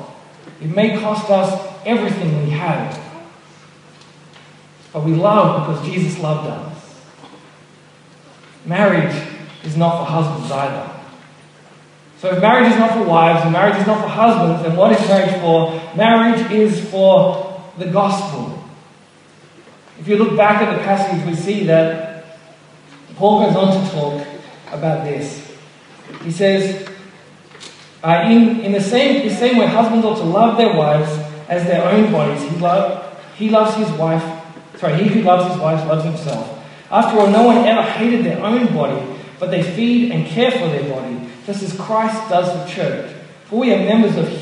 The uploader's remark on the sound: Apologies for the poor audio quality. Originally preached at Mitcham Baptist Church in 2015.